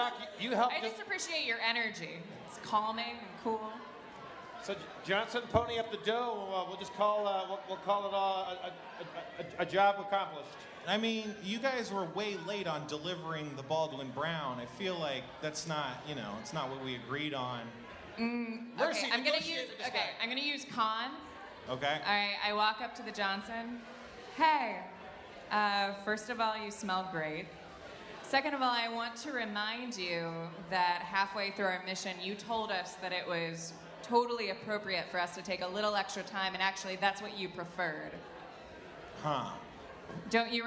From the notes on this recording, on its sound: LIVE at SXSW 2015. Harmontown LIVE from SXSW at the Yahoo! Community premiere party.